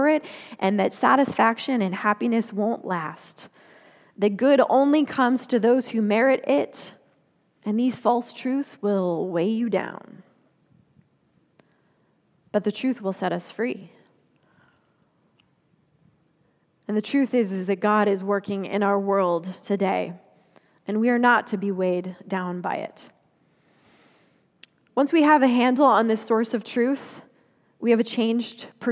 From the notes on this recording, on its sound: Confirmation Sunday message delivered during the Traditional Worship Service. Confirmation Sunday message delivered during the Traditional Worship Service.